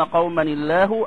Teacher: فإن اللام هنا ترقق لأن التنوين هو نون ساكنة كسرت لالتقاء الساكنين